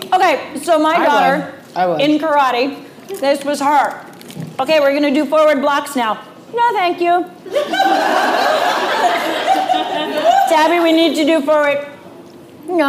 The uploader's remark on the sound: Our first LIVE SHOW RECORD!